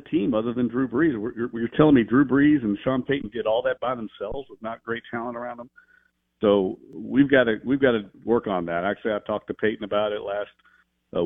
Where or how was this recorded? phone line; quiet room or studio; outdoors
phone line